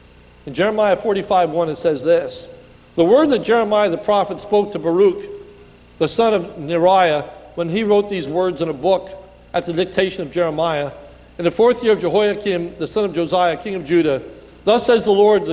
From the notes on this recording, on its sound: This is a sermon recorded a the Lebanon Bible Fellowship Church in Lebanon, PA on 1/6/2019 during the morning service